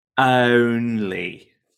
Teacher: we want this long O before an N